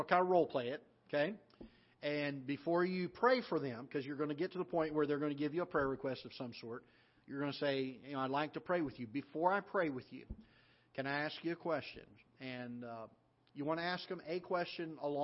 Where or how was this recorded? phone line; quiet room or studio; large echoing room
large echoing room